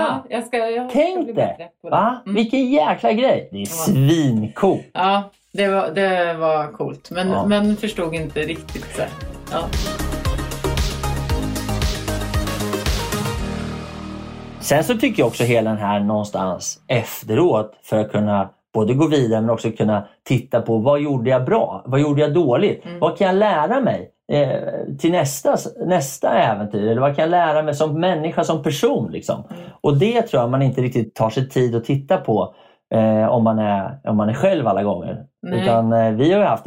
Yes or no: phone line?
no